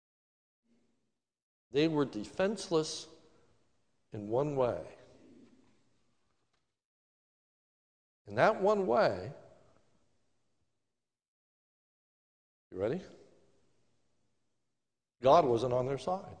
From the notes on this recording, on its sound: This is a sermon recorded live at the Lebanon Bile Fellowship Church in Lebanon, PA on 09/27/2020 during the morning service